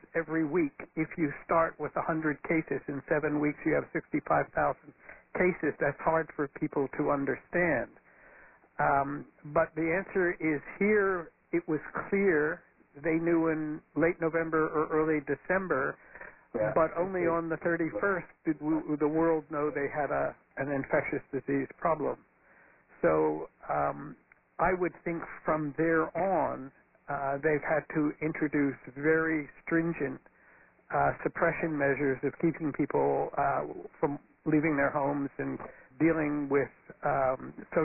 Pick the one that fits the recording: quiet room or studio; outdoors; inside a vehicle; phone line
phone line